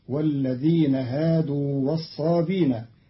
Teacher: قرأ قالون كلمة والصابئين بدون همز